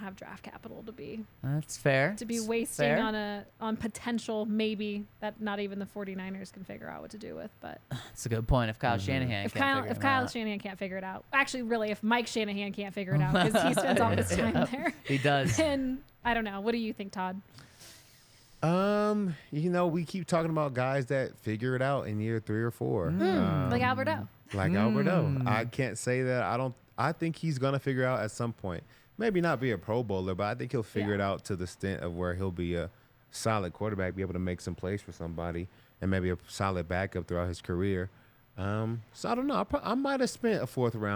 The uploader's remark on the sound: coming to you LIVE from the DNVR Bar